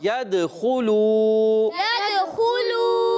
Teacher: واو پیش لو يد خلو يد خلو يد خلو يد خلو دال میں کلکلا کریں گے آواز لوٹ کر آئے گی